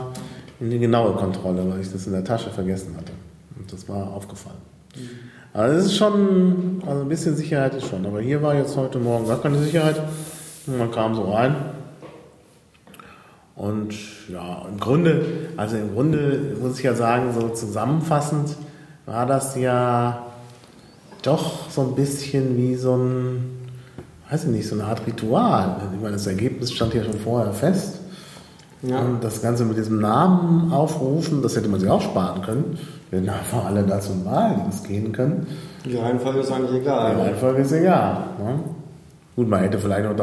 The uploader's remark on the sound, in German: Impressionen aus dem Reichstag. Da die Aufnahme im provisorischen Piratenbüro im Reichstag stattfand, klingt die Aufnahme wie aus einer Kirche.